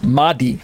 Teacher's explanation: Remember, this word Mahdi can be also seen in, if you do internet searches, Mehdi, or you can hear people just pronounce it as Mahdi. They don't make the H very breathy.